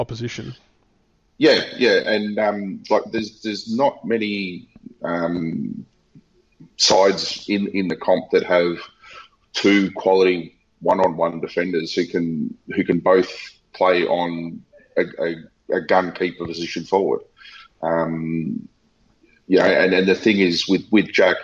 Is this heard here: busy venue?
no